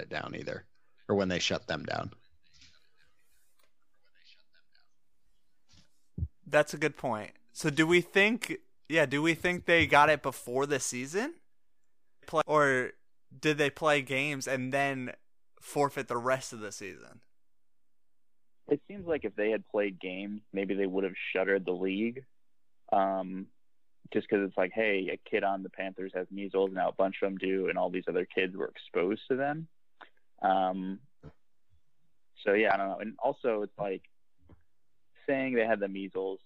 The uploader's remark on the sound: the podcast turns into more of a conference call